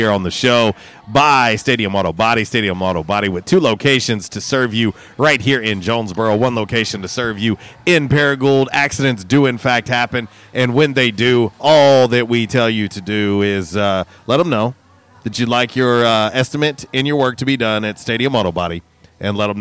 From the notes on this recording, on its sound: LIVE from JTown's Grill!